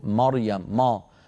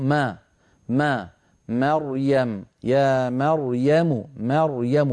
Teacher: فيرققون الميم ويفخمون الراء · Shown in: second take